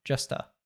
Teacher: turning that A into a schwa